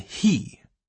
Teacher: he is all the way back in the bottom of your throat.